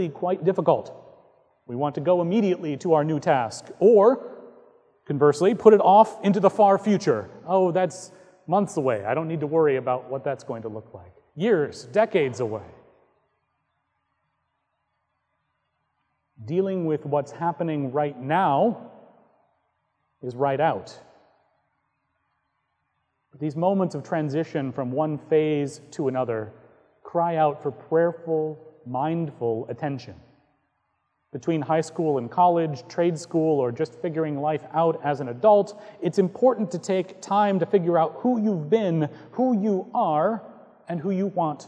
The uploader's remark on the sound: Recorded on May 13, 2018 at Trinity Presbyterian Church in Bixby, Okla.